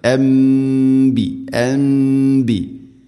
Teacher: സാക്കിന നൂന് ശേഷം ബാ വന്നാൽ നൂനിനെ മീമാക്കി മാറ്റണം, അതാണ് ഇഖ്ലാബ്. മണിച്ചുകൊണ്ട് ഉച്ചരിക്കണം അൻബി അൻബി. ശേഷം ഇവിടെ മദ് മുത്തസിലാണ്, അൻബിയാ നാലോ അഞ്ചോ ഹർക്കത്തിൻ്റെ ഖദറിൽ നിർബന്ധമായിട്ടും നീട്ടേണ്ട മദ് മുത്തസിൽ.